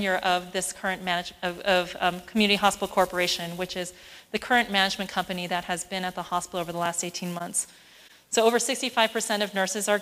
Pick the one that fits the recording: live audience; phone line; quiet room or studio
live audience